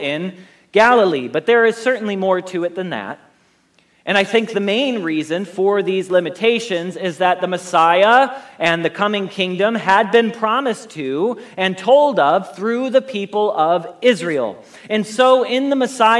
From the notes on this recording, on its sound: Message Preached at Valley Creek Church